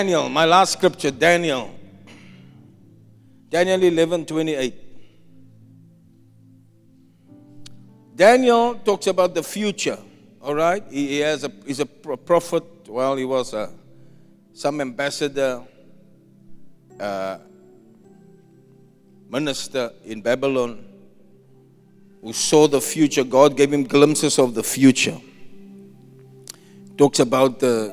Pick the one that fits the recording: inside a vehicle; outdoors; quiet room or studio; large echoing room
large echoing room